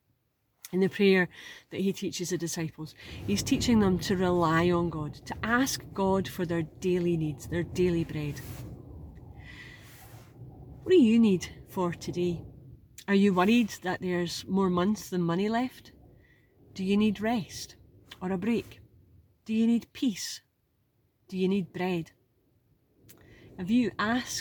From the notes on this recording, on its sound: on location in Oban as she experiences the challenges of broadcasting in wet and windy Autumn